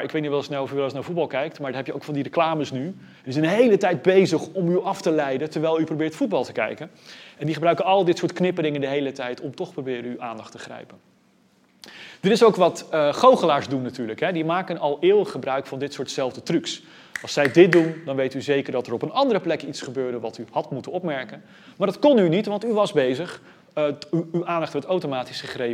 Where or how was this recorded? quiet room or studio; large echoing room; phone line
large echoing room